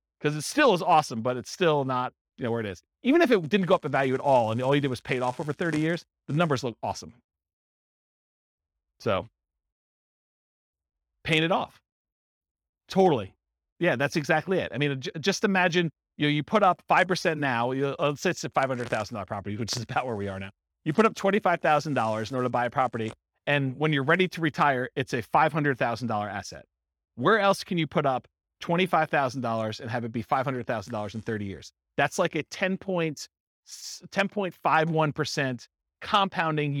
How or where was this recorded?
live audience